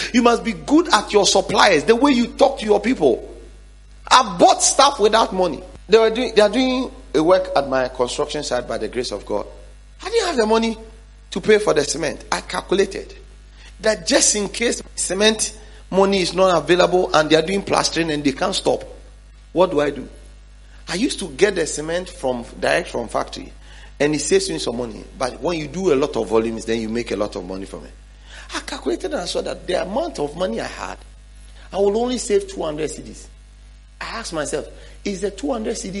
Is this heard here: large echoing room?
yes